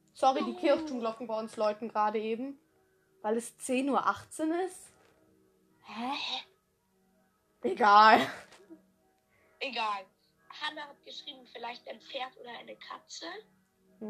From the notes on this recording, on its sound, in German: Sorry wenn die Tonqualität so schlecht ist